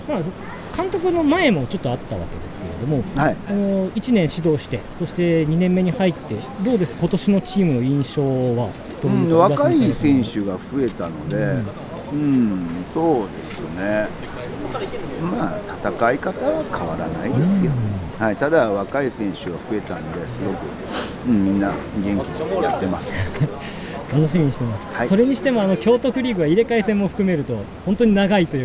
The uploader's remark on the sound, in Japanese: 京都サンガFC対長野パルセイロのあとに行われたミックスゾーン取材で録音した。